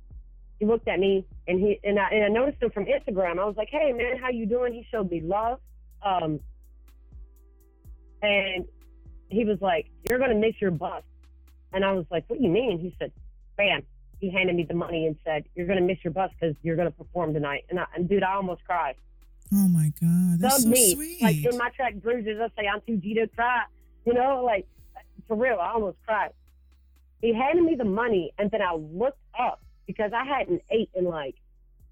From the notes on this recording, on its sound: I recently sat down for a telephone interview